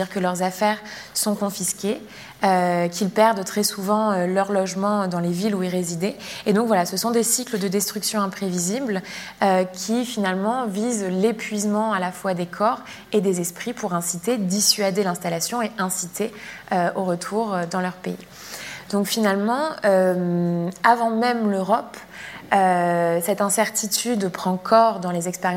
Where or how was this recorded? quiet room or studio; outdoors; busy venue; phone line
busy venue